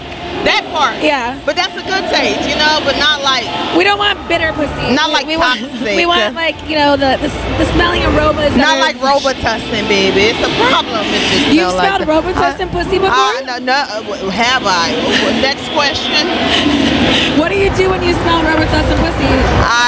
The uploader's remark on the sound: This episode was recorded during the Exxotica Convention.